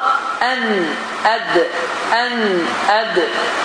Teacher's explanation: En, ed, ed. İki halda, iki hərfin ikisində də dilimizin ucunu yuxarı kəsici dişlərin damağına toxundurmaqla en, ed, en, ed deyə hərf çıxır.